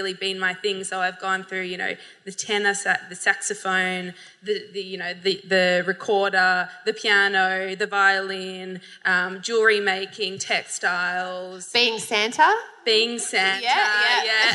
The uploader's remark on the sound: LIVE from Howler Bar in Brunswick